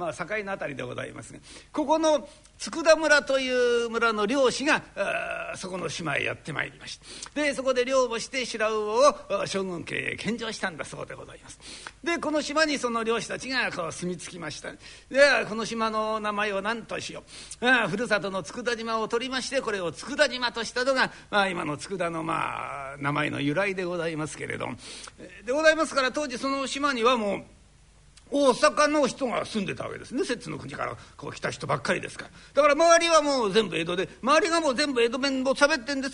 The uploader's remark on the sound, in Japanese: 築地本願寺・ブディストホールにて収録した